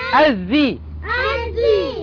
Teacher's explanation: لام شمسية، لام شمسية، مدغمة في الذال المكسورة